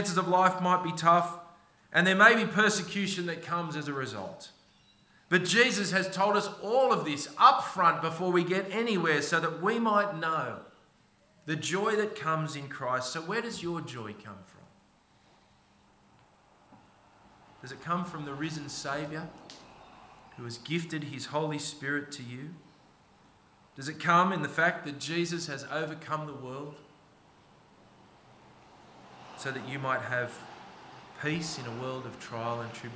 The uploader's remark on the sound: This sermon was preached on 19 November 2023 at all services of Helensburgh and Stanwell Park Anglican Church.